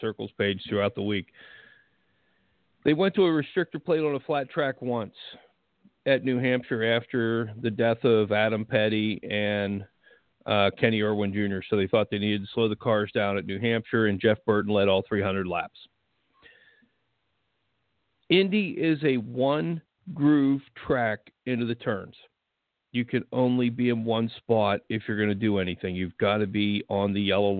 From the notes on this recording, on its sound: We'll also take phone calls from the fans